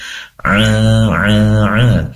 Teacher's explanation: huruf ain ini keluar dari tenggorokan bagian tengah